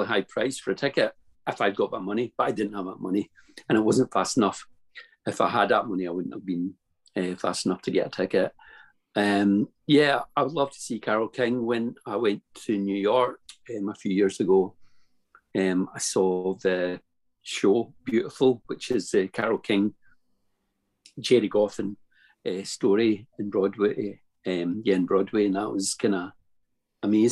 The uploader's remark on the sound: The hard drive with the edited audio and song inserts corrupted! We had great fun doing them, and have therefore decided to go ahead and publish the Zoom videos.